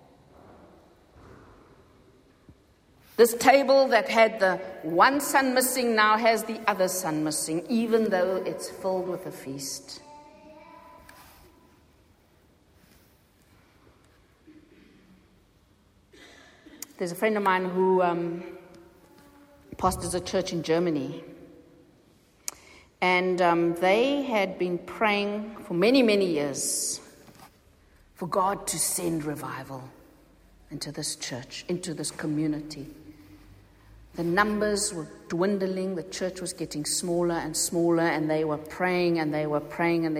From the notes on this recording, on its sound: Recorded at the 9:30am service on Sunday 11th June 2023